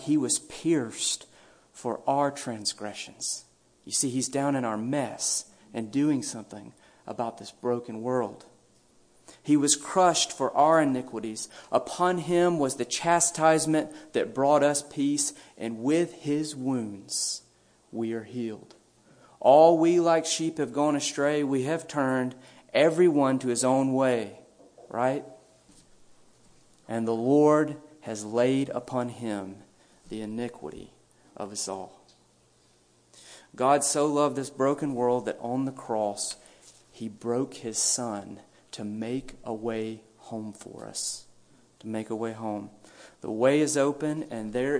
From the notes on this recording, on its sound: A brief message delivered at a memorial service.